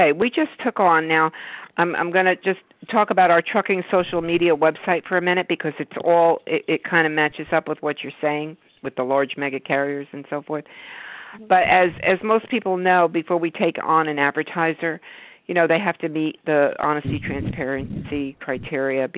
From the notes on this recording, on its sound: Join us as we open up the phone lines where our callers decide the topics for discussion.